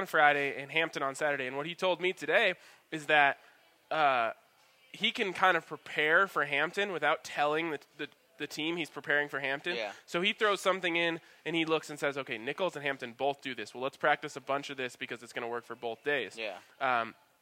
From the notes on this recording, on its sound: record live from the grounds of their new presenting sponsor Blake Street Tavern